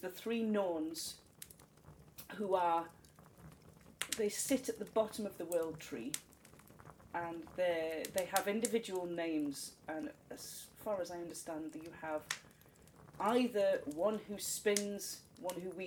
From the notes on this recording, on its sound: Background fire ambience